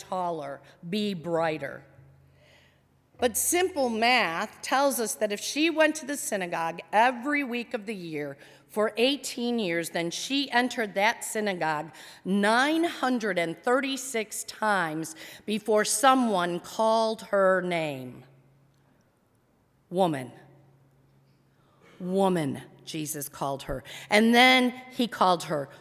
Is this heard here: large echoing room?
yes